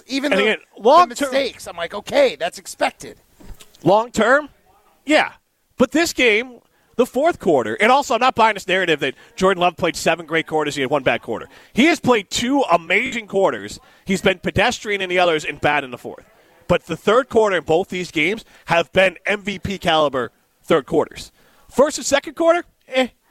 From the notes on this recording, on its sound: Broadcast live from Nakoma Golf Club to help raise money for cystic fibrosis with Revive Restoration.